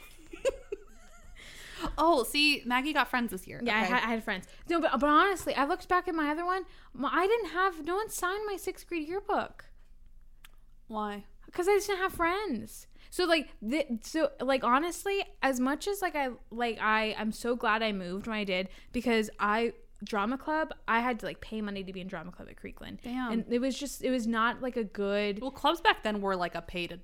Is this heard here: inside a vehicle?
no